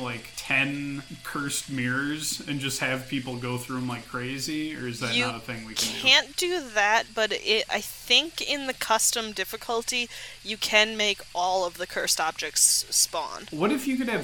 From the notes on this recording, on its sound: Enjoy the sounds of light rainfall as we camp out in a tent and ghosts occasionally interrupt our conversation.